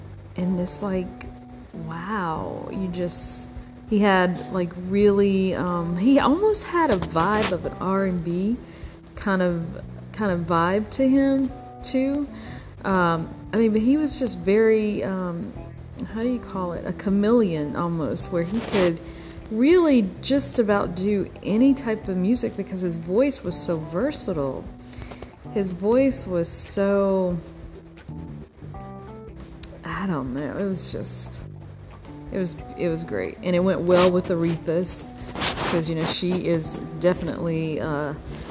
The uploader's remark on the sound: Sorry about the white noise on this episode!